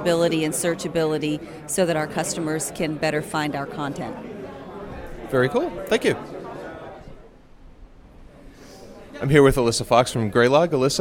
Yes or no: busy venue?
yes